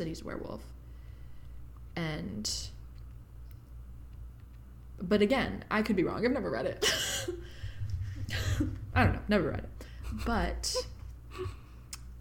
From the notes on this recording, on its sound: her mod podging was closer to the mic than she was